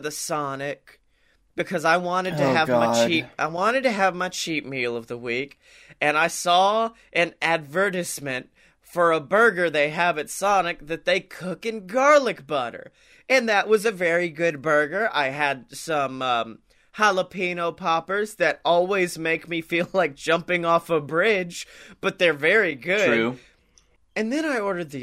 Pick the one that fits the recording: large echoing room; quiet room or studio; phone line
quiet room or studio